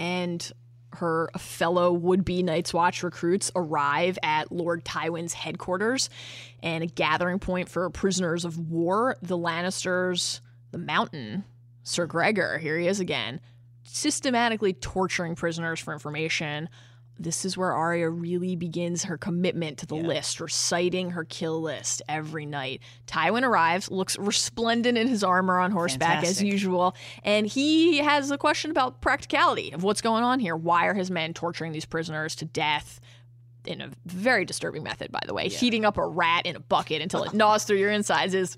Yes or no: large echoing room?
no